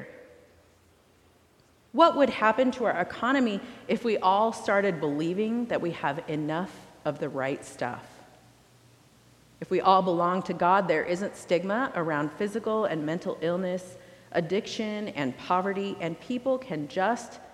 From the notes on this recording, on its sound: recorded live at the 10:00am service